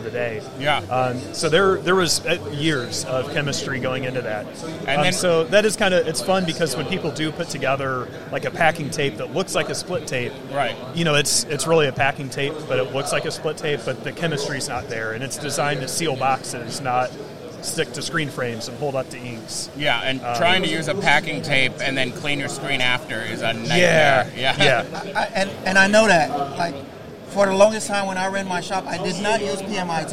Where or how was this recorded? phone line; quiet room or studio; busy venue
busy venue